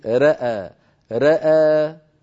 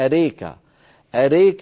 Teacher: أما من حيث أحكام رواية ورش، فورش يا ابنتي الإمالة عنده إمالة صغرى · Shown in: first take · يعني هكذا كما لفظت أنت رأى رأى هكذا، هذا صحيح.